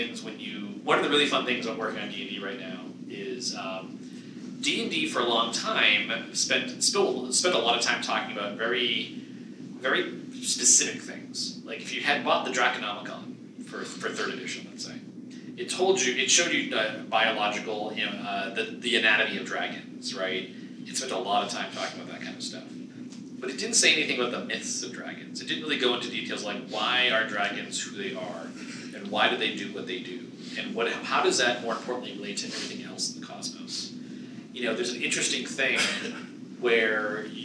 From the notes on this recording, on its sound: A panel discussion. Recorded at Gamehole Con 2017.